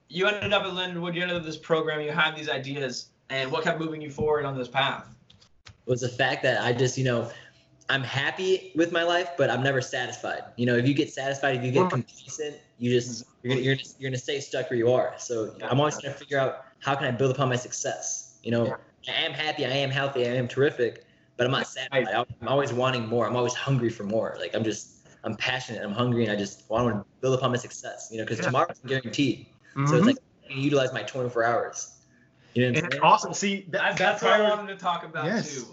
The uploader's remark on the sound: We apologize for any lagging or audio mishaps, we are working on getting better equipment.